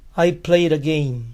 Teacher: La D suena como R, pues está entre vocales.